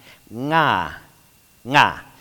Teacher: you're using not the tip of your tongue, but your back of your tongue